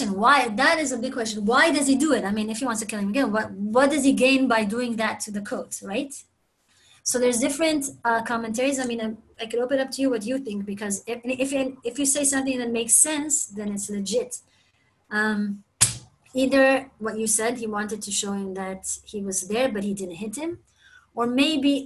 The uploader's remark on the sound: Zoom Class